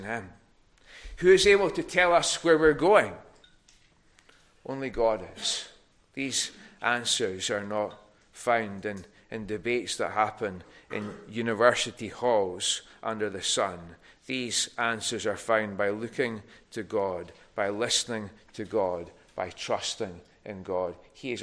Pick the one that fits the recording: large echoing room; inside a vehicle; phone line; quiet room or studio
large echoing room